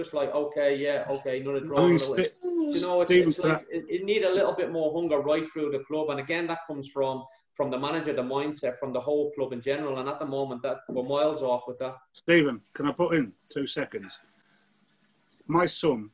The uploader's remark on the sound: The Echo team decided it was about time we held a virtual Christmas Party! We invited some loyal Sunderland fans to join us on a special Zoom call.